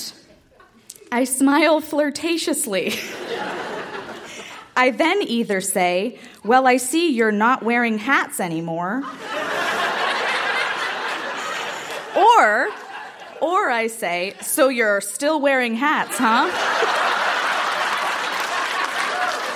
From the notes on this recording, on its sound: Recorded live at The Royal Cinema in Toronto.